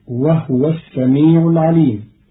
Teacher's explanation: قرأ قالون كلمة وهو بإسكان الهاء، فتصير وهو السميع العليم، والضم والإسكان في لغة العرب.